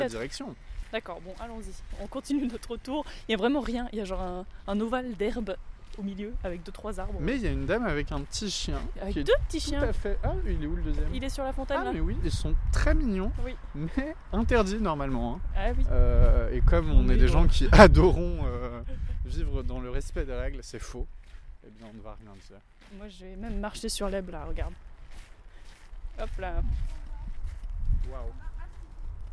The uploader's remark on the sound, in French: On sait que c'est pas bien tout pareil et que des fois on entend et des fois on entend pas. Il y a beaucoup de bruits de voiture dans cet épisode.